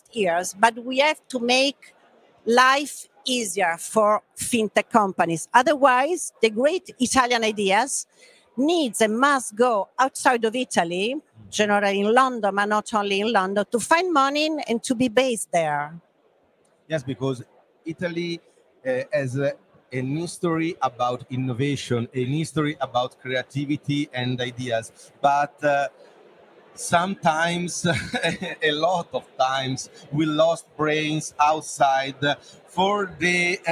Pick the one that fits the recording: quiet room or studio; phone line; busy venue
busy venue